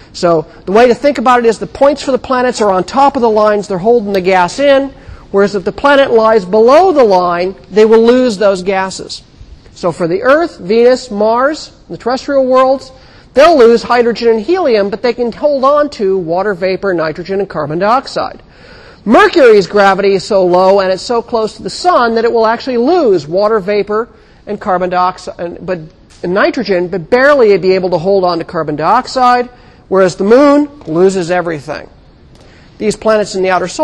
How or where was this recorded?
large echoing room